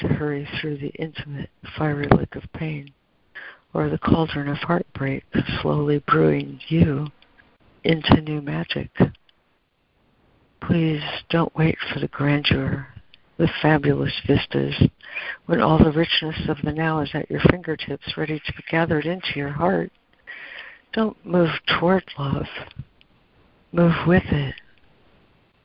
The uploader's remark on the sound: ACIM Daily Conference Call.